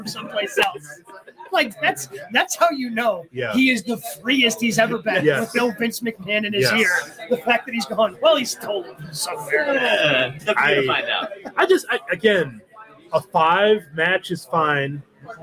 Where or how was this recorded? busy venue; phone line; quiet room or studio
busy venue